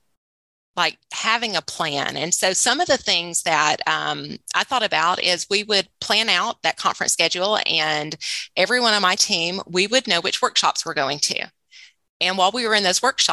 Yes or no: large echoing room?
no